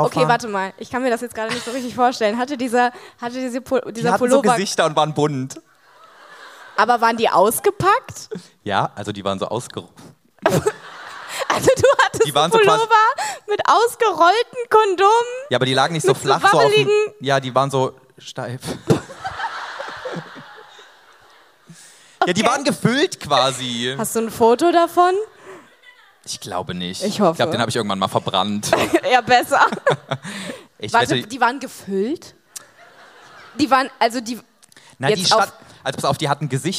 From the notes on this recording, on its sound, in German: Die große Geburtstags-Live-Show. In der Stadthalle Köln. Das hier ist die gekürzte Audio-Version.